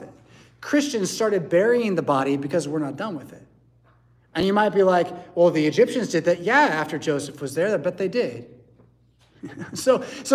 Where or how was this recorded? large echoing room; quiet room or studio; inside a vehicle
large echoing room